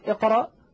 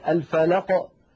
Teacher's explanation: فكلمة اقرأ القاف وقعت وسط الكلام فهي مقلقلة لكنها أقل وضوحا من الفلق التي وقفنا عليها